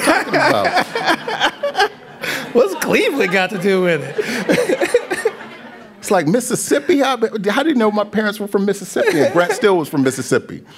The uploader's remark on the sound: Live from The Greene Space stage. We’re bringing you a portion of this event.